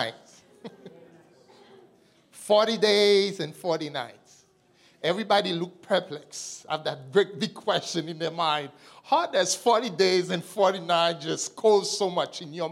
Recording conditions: large echoing room